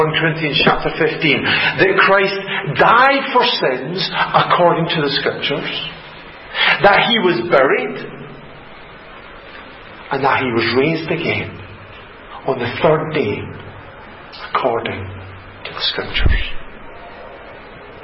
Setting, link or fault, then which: setting, large echoing room